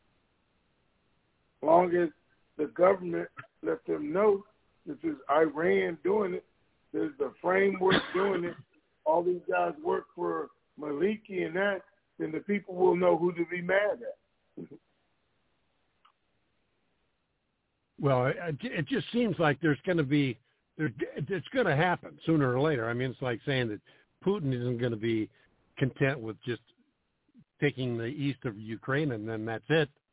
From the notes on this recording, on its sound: TNTSuperfantastic Conference Call.